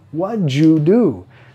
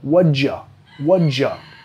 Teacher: normalmente lo vamos a reducir a un sonido schwa · Shown in: second take